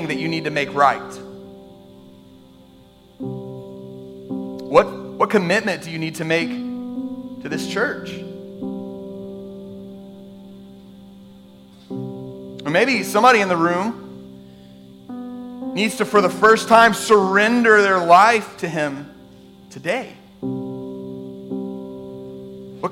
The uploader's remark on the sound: This podcast is an audio archive of our Sunday Morning sermons.